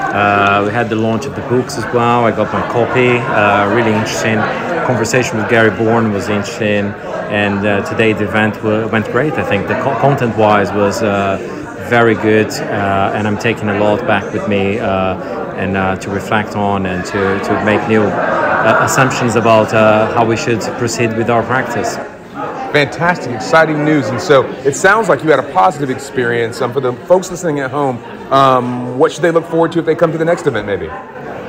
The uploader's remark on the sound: This week we take the digital studio on the road to Edinburgh where we caught up with some of the attendees at the Scottish Arbitration Festival. Enjoy this LIVE edition of Disputes Digest!